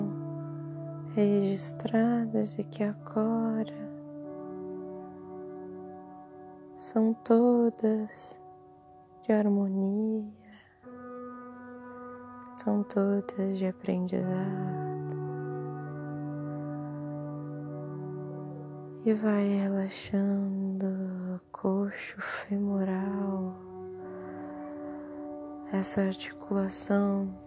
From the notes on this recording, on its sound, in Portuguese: O microfone do celular captou a ressonância dos sons do em torno.